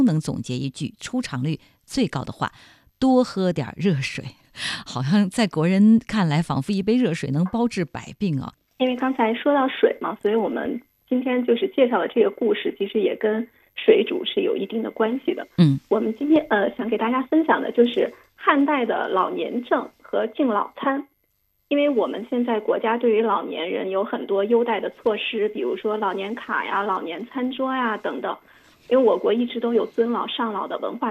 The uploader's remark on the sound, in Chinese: 今日《轻阅读》电话采访本书责编